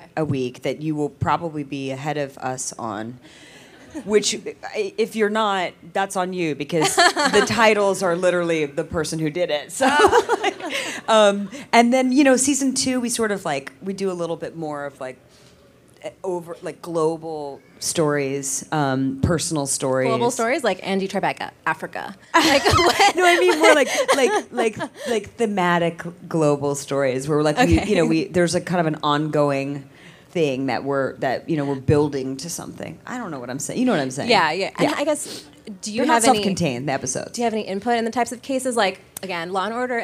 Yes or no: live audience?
yes